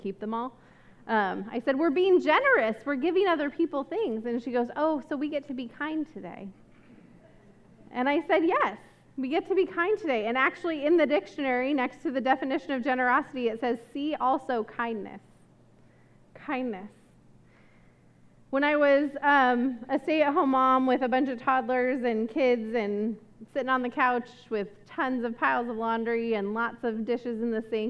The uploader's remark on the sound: This message was recorded at a Sunday service on October 9, 2022